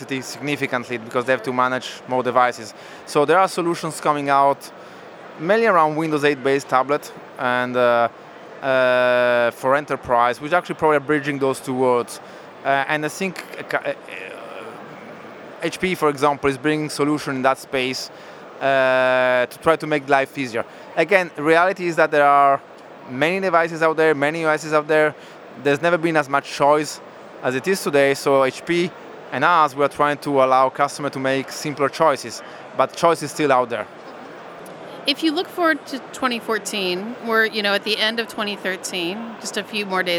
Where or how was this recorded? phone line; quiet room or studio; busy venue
busy venue